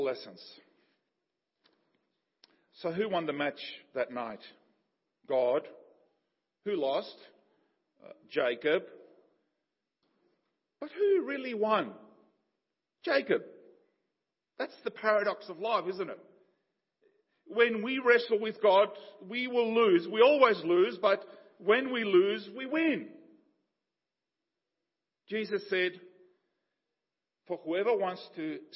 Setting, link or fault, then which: setting, large echoing room